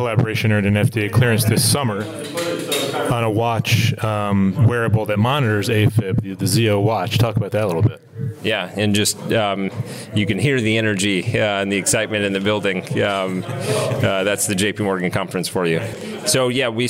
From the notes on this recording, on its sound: recorded at JPM in San Francisco